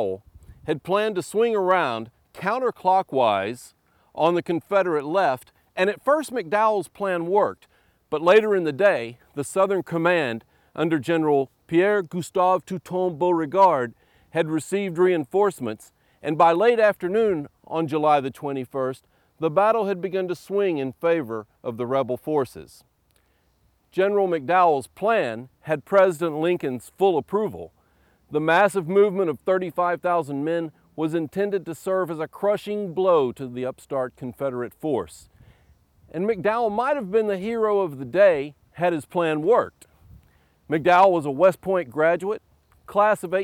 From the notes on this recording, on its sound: Recorded at Manassas National Battlefield, August 8, 2011.